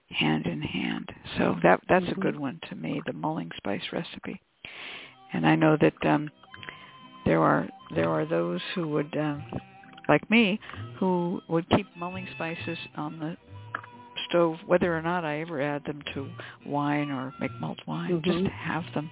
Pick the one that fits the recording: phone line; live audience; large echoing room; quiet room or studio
phone line